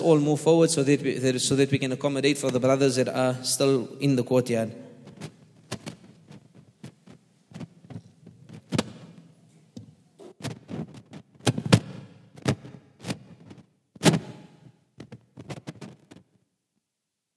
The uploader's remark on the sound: at The Houghton Masjid (West Street)